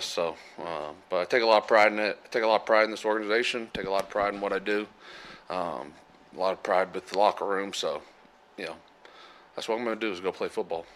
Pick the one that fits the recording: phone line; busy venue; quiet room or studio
busy venue